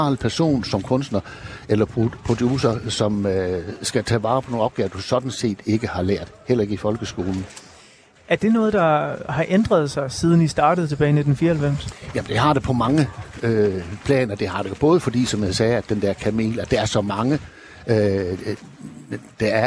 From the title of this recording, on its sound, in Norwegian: Live fra Spot-festival